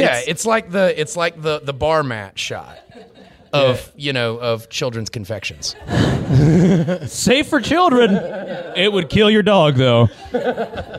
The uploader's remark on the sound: LIVE from Mobicon 2016. We had a blast at Mobicon over the weekend, during which we were able to perform live in front of a great crowd! We want to give a special thank you to Mobicon and The Mopcast Network for making this live episode possible!